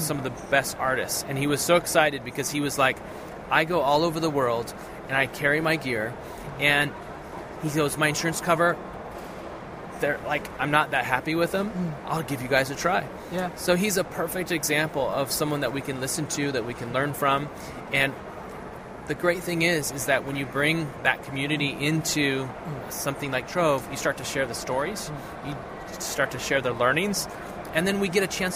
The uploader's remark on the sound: Conversations recorded live at The Photography Show 2017. I recorded a number of informal conversions with manufacturers and service providers whilst there.